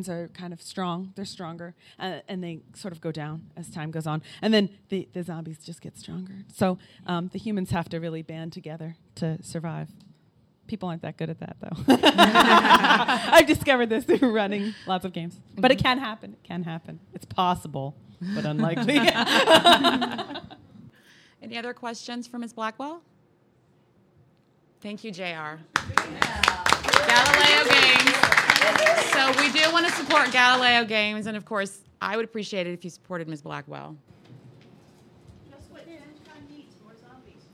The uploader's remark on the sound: Live from Balticon